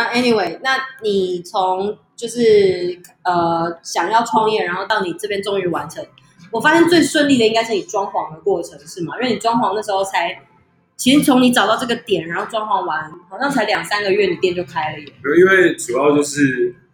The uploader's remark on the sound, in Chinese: 我們出外景了，收音部分要再加強我知道。這集節目在Tiny Beertail Bar（小調啤）錄製。我這集邊喝啤酒邊錄音。